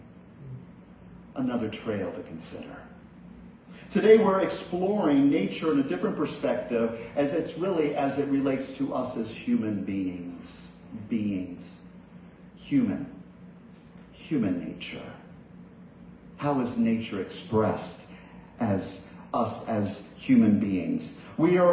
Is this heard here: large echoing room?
yes